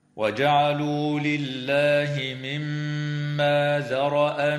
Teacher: تغن الميم المشددة في كلمة مما بمقدار حركتين